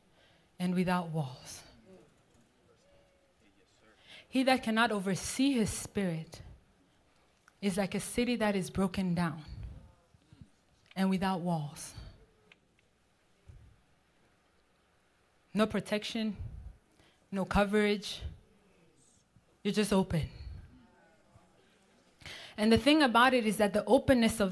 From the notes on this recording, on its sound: This message was recorded live